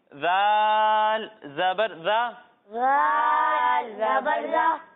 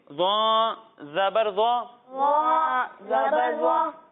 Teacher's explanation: گی لیکن اسے ہم موٹا کر کے پڑھیں گے کیوں؟ کیونکہ زو حروف مستعدیہ میں سے ہے یعنی ان حروف میں سے ہے جن کو موٹا پڑھنا ضروری ہے · Shown in: second take